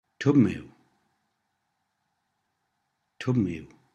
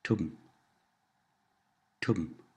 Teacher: Can you hear the short B sound before the M in tubm?